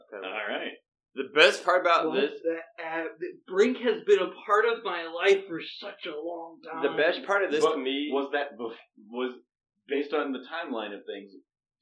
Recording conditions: poor sound quality